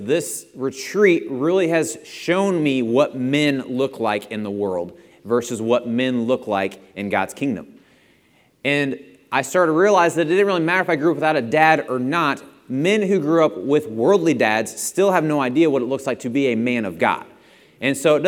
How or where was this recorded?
large echoing room